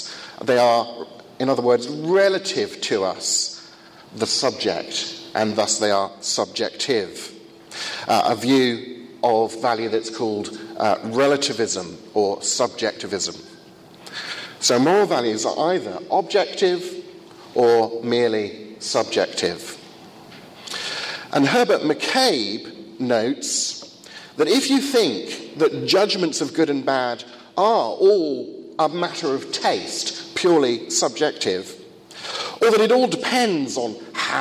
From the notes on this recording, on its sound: First of two lectures at a conference in Finland